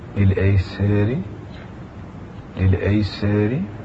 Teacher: إن الفتحة إذا كانت قبل راء مكسورة في الطرف أي أن كسرها كسر إعراب فإنها تمال